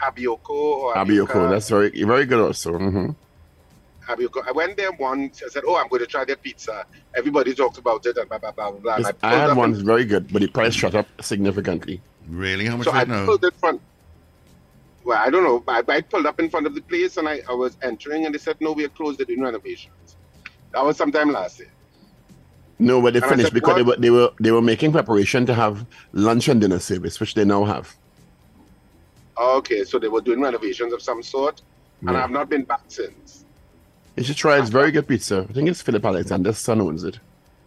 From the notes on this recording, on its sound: we take more calls from the audience